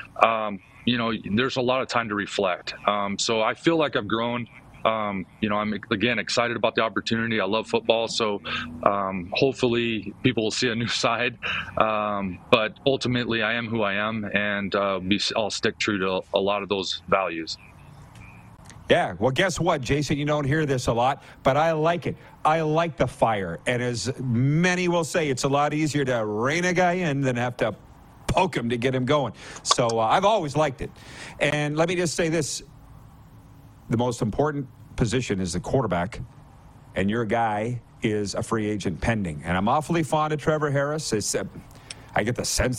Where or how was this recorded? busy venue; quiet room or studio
busy venue